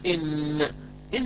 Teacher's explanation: فوق أصول الثنايا العليا إذا لامس طرف اللسان ذاك الموضع يخرج منه النون